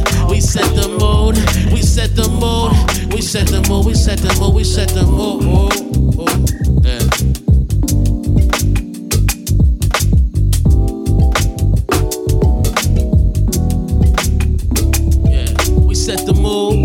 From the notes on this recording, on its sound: performs LIVE from The RINO in NKC!